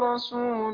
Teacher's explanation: انتبه إلى ترقيق السين، يعني طلعت منك صاد